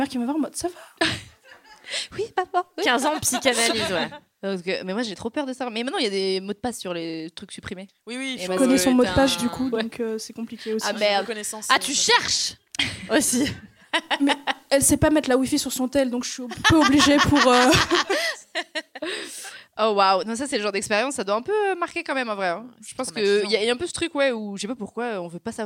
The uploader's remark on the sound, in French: Pour ce dernier enregistrement live de 2023 on a beaucoup ri, et le public s’est beaucoup (trop ?) livré !